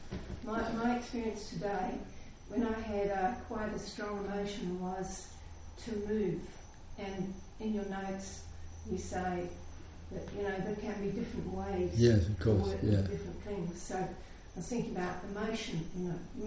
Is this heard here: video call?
no